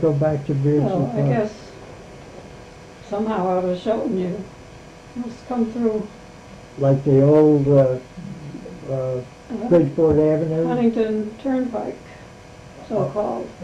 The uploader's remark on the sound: The recording is hard to hear.